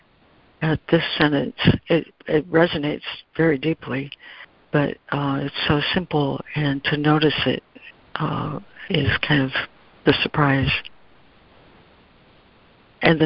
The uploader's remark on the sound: Daily Conference Call